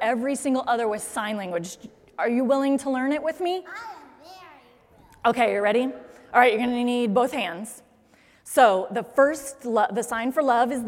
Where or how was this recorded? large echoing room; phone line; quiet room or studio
large echoing room